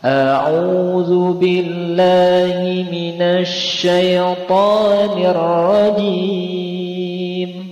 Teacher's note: Jadi pada bacaan hijaz zunya datar